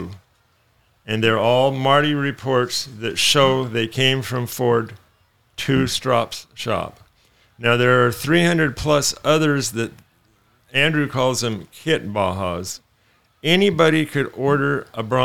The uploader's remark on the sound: LIVE from Toms Offroad Rock and Roll Event